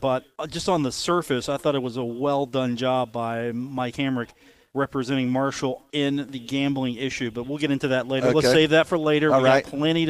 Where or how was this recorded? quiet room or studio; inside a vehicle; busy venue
busy venue